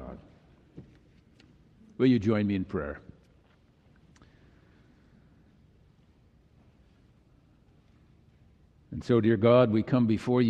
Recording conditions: large echoing room